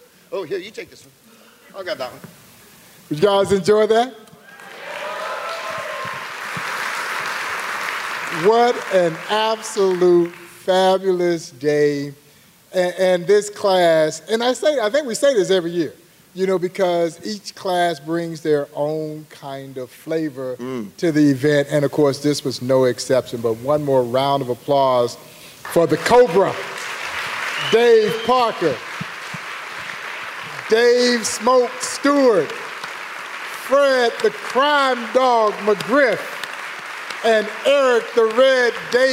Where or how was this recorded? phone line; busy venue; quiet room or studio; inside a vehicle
busy venue